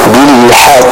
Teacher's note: Dan apabila kita hendak wakaf pada kata bilhaqq, maka jangan lupa di sana huruf qafnya itu memiliki tasydid, sehingga apabila ada huruf qalqalah yang kita berhenti padanya, kita wakaf padanya, dan huruf qalqalah tersebut memiliki tasydid, maka jangan lupa untuk ditahan terlebih dahulu sebelum dipantulkan